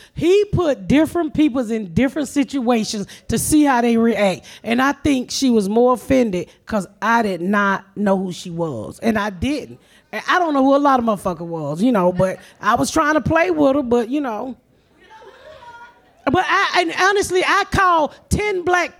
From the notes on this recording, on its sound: We are live in Nashville at Zanie's for the Nashville Comedy Festival. A local gospel singer blesses us with a song, and a fan reads a beautiful poem.